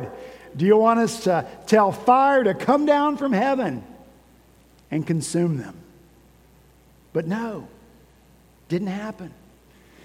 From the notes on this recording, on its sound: At Redeemer Presbyterian Church in Charleston, SC